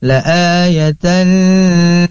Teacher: Idgham di sini bukan idgham bigunah, tapi idgham bila gunah, maka tidak ditahan.